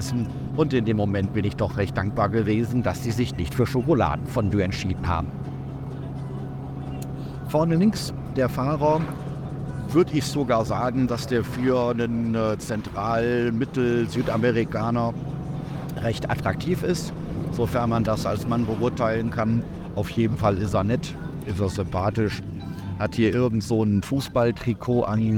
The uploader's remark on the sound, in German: Ich beschreibe LIVE während der Fahrt mit allen Umgebungsgeräuschen diese bisweilen abenteuerliche Erfahrung. Steig mit ein auf den kleinen Road-Trip durch Bolivien.